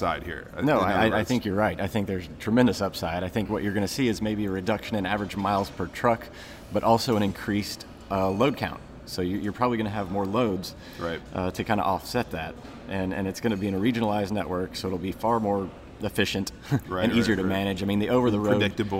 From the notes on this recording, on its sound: Live from McLeod CFO Conference. Were at the Westin in Nashville for McLeod's CFO conference and recorded a special episode of What the Truck?!?